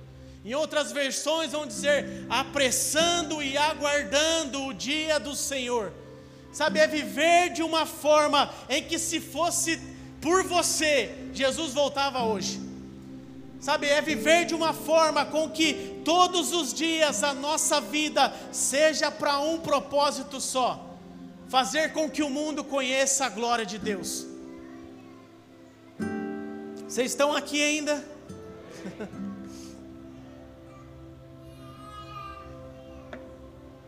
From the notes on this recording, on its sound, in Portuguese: Áudio do Culto de Domingo